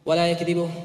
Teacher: هو بفتح الياء وإسكان الكاف